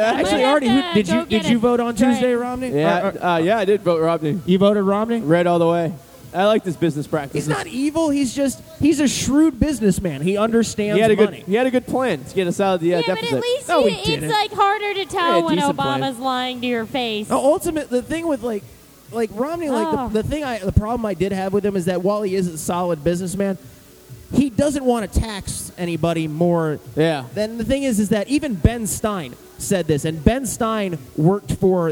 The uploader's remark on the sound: First Live event broadcast from the Bar Room Boston MA. The whole gang is there. From Wicked Good Internet Radio.